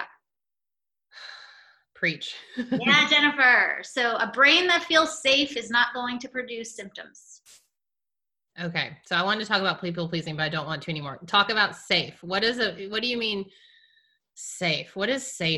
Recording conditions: video call